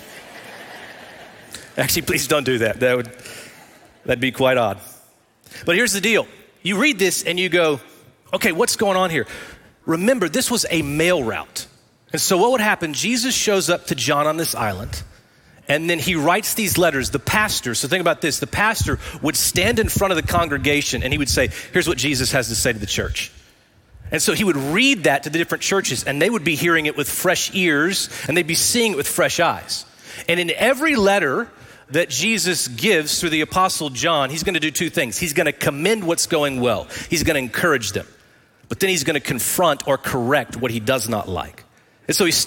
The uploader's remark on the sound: Recorded live at Brookwood Church.